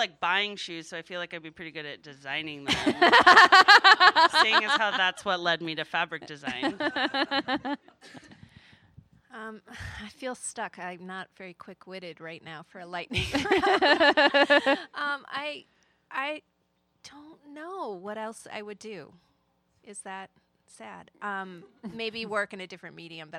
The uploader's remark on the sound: LIVE Modcast from CraftSouth in Nashville, TN while the MQG's Quiltcon was in town.